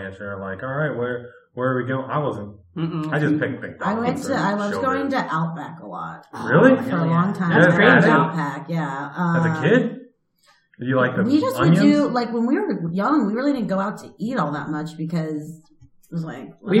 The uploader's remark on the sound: The audio quality is a little rough on this one because it was recorded early on in the run (3 studios ago).